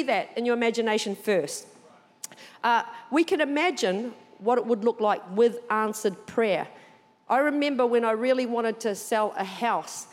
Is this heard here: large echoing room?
yes